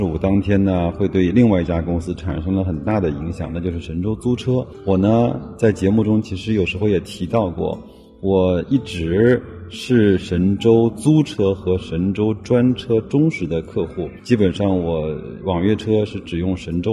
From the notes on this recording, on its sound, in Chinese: 机场录制，音质渣渣，慎入。